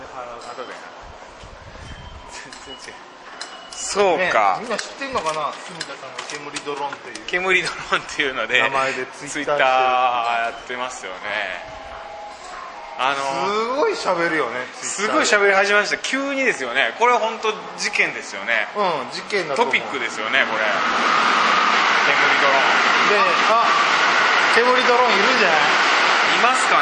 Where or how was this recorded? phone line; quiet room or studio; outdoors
outdoors